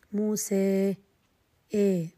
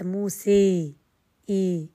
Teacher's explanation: أن تنحو بالفتحة قريب من الكسرة والألف قريب من الياء · Shown in: first take · Term: الإمالة الكبرى